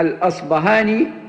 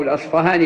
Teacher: والأصفهاني ابن خيرون هذا نسبة إلى أصفهان التي هي بلد أصله، وربما جاءت في بعض الكتب الأصبهاني، وهذا جائز وهذا جائز، لأن الباء المهموسة التي هي تعرف بالباء الفارسية كما هي في اللغات الأوروبية، العرب يتصرفون فيها بإبدالها إما باء مجهورة كما في الأصبهاني أو فاء، وبعض أهل العلم ينسبون إبدالها باء إلى أهل المغرب وإبدالها فاء عند المشارقة.